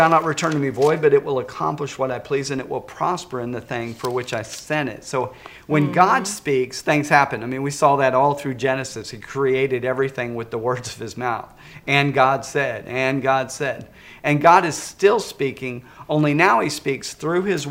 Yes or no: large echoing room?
yes